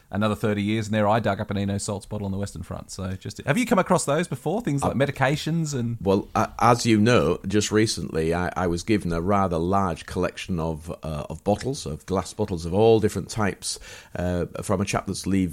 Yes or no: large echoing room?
no